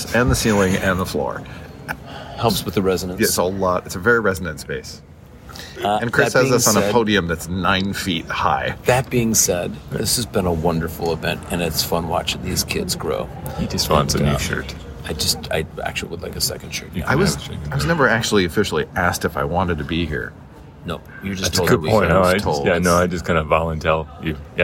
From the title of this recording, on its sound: LIVE from the 2023 BTN Festival